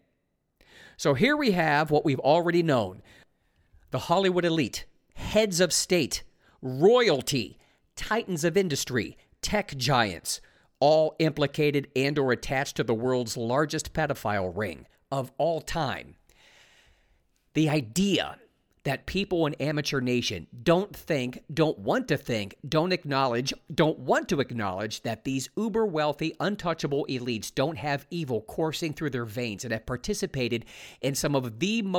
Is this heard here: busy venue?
no